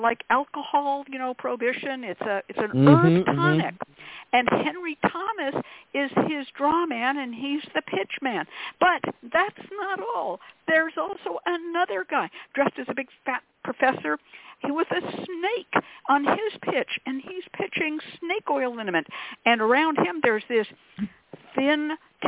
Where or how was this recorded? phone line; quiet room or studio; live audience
phone line